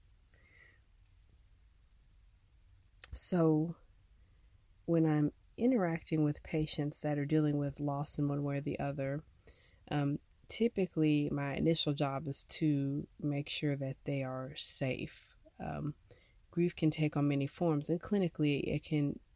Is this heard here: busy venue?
no